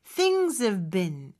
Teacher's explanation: 요거는 사실 비슷한 발음이라서 앞에 V 발음보다 뒤에 B 발음이 더 강력하게 나거든요. 그럴 때는 V 발음이 잘 안 들릴 수도 있습니다. Things have been 이렇게 나는 거죠.